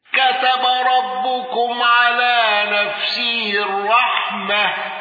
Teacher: خلاد على الوجه السابق بفتح تاء التأنيث